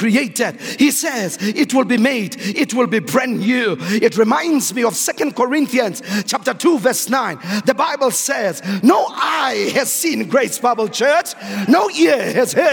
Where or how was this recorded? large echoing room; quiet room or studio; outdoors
large echoing room